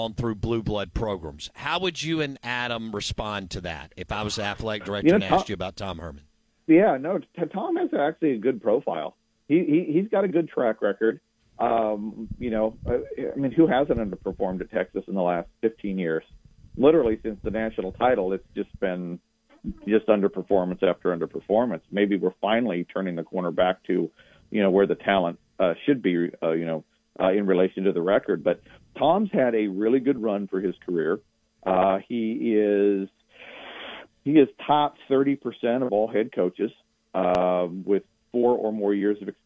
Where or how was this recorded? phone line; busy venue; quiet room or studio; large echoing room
phone line